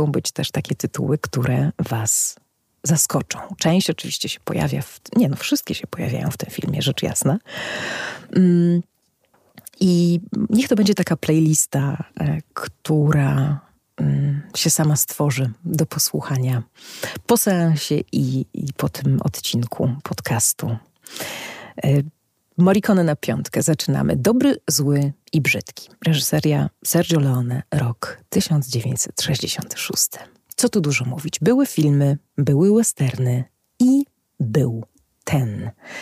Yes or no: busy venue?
no